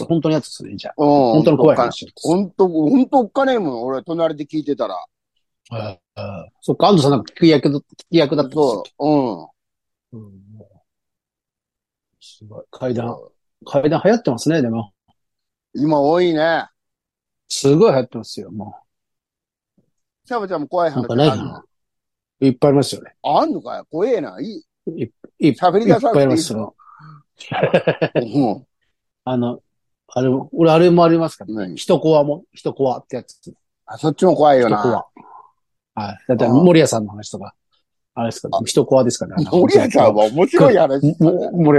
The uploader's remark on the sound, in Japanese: ZOOMで収録